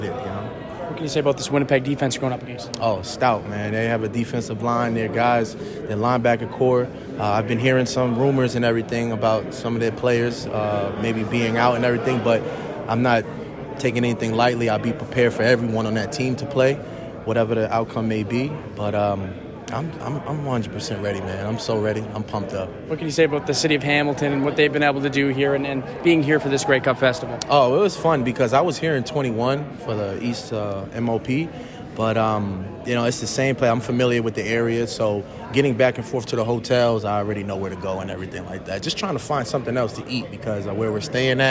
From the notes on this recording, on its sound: On day three of the 2023 Grey Cup Festival. Catches up with several players at media day.